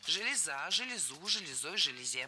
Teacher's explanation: Ударение на окончание. И оно сохраняется во всех формах единственного числа. Железа, железу, железой, железе.